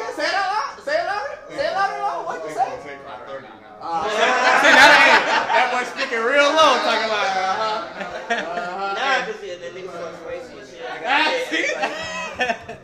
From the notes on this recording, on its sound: Squad Studio Audience. WE GOT AN AUDIENCE!